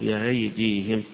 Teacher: كذلك إذا وقف عليها حمزة غير يسهل فيها أو يحقق، الجمهور يحققون بأيديهم، عند حمزة يقف عليها بالتسهيل ويقول بأيديهم، يعني بتحويل الهمزة هنا إلى بين الهمزة وبين الألف، بين الاثنين فيها تسهيل، يعني كأنه ينطقها من آخر الحلق يخرج بأيديهم